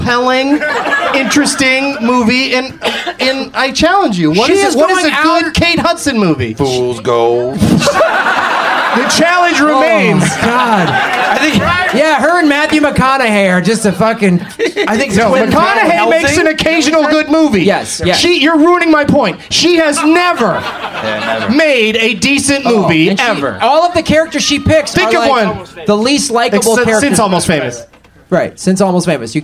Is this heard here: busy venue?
yes